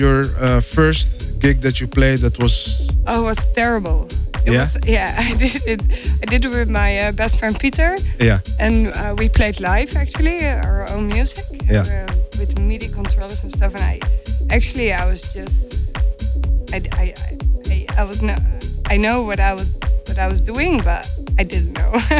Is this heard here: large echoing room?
no